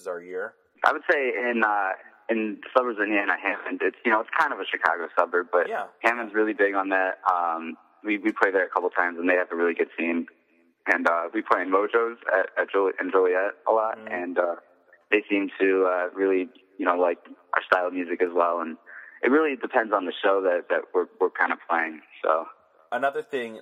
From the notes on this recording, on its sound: The artist calls into CVU